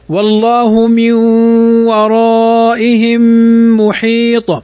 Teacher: نون ساكنة بعدها الواو، والواو من حروف الإدغام بغنة فتغن بمقدار أيضا حركتين